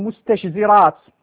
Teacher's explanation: لفظة مستشذرات سبب التنافر فيها تقارب الحروف في المخرج